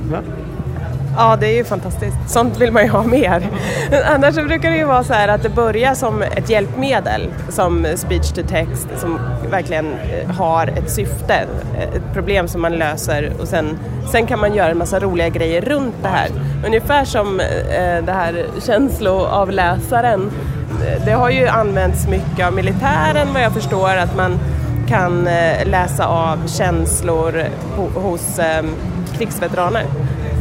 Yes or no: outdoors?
yes